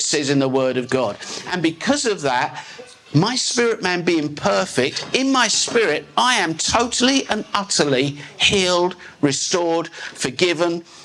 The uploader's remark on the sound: This is a live recording taken from a message preached at Glory Time Christian Center.